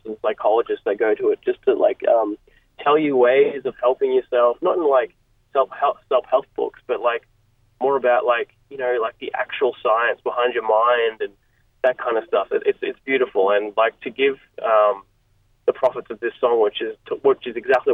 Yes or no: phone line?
yes